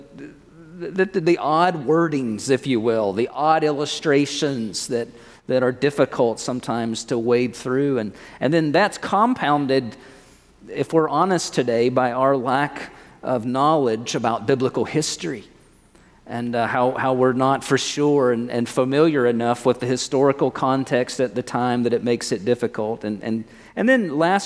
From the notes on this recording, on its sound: At First Baptist Church in Mount Washington, KY.